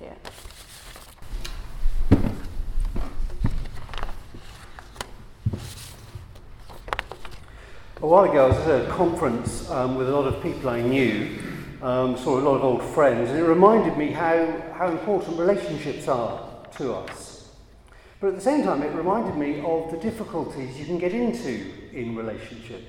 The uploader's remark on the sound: a Christians in Parliament Chapel Service which was held in the Chapel of St Mary Undercroft on Tuesday 4th July 2023